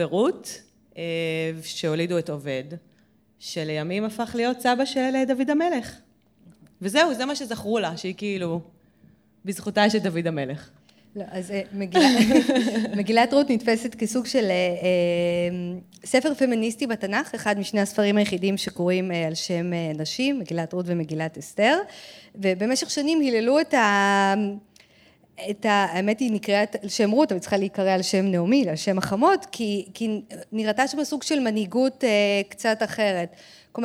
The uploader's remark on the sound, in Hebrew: בפרק מיוחד בפודקאסט שלראשונה הוקלט בשידור חי במסגרת אירועי שבועות של ארגון ׳אלומה׳ ועיריית הוד השרון.